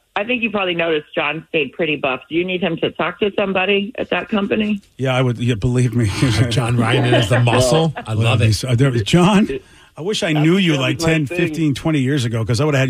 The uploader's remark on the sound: call